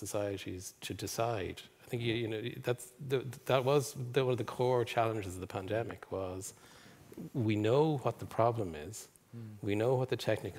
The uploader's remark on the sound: Episode recorded in the RDS with a live audience.